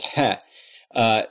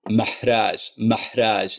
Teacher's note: post-vocalic H, the pronunciation I gave is very pharyngeal. So it sounds like there are two different H's in Arabic. · Term: very pharyngeal H